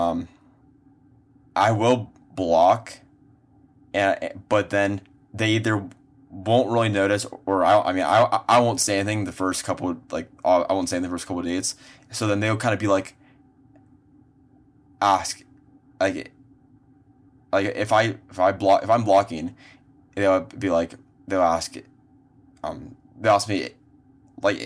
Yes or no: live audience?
no